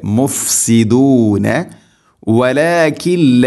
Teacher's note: മുഫ്സിദൂന വലാകില്ല, സാക്കിന നൂന്ന് ശേഷം ലാം, ഇദ്ഗാം ബിലാ ഗുന്ന, നൂനിനെ ലാമിലേക്ക് ഗുന്ന ചെയ്യാതെ, മണിക്കാതെ കൂട്ടിലയിപ്പിക്കണം